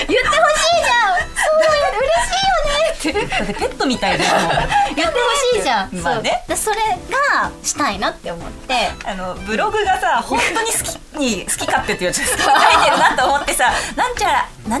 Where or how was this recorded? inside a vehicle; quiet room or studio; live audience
live audience